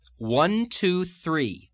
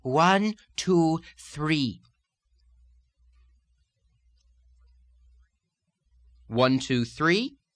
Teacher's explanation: with a little bit of a breathy quality · Shown in: second take · and if you want to imagine that point of focus in front of your mouth, one, two, three. · Term: breathy phonation